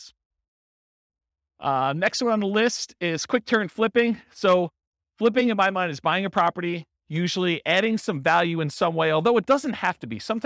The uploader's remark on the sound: Real estate investors and real estate entrepreneurs in Hampton, Virginia. This was a live class recorded to give investors a solid qualitative overview of all the different real estate investing strategies.